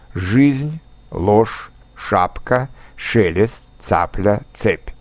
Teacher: согласные Ж, Ш, Ц всегда твердые, независимо от их расположения.